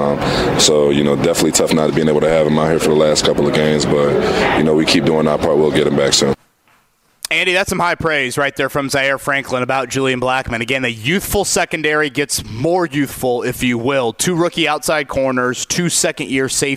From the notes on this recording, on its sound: Live from a Florida gym.